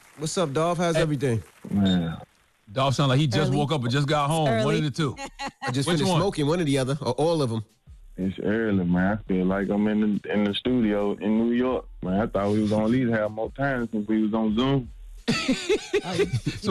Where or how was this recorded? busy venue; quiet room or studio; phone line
phone line